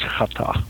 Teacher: the word begins with a hard H and ends with a soft H